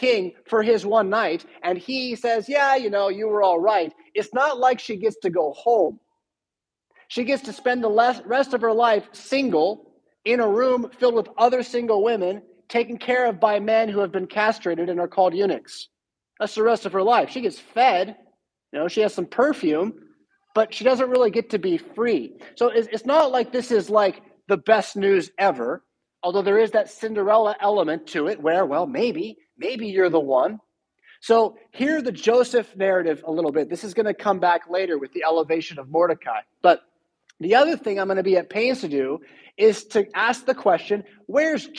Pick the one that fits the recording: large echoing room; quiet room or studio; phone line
large echoing room